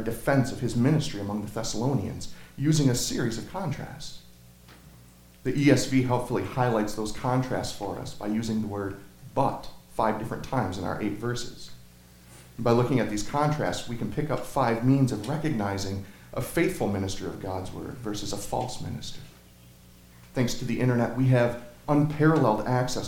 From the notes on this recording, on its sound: Sermon Audio from Crossway Christian Church.